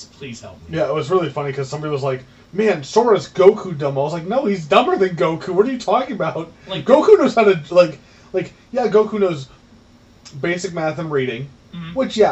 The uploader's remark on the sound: I am sorry the audio is bad. The mic just wasn't picking us up well.